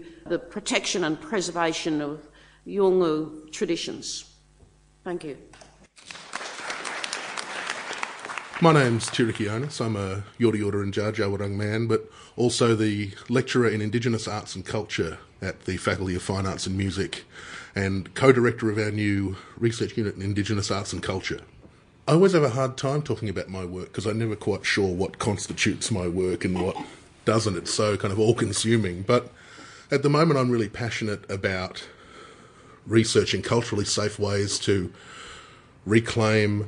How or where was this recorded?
busy venue